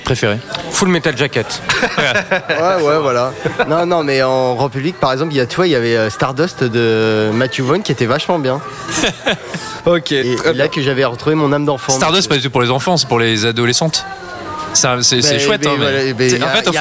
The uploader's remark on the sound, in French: Enregistré au Hurling pub ( 8 Rue Descartes, 75005 Paris ), le samedi 29 Septembre 2018